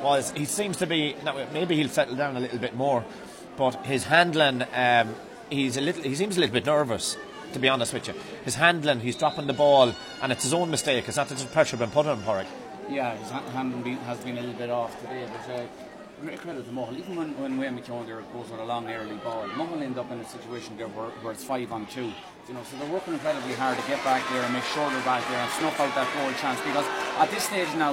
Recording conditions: busy venue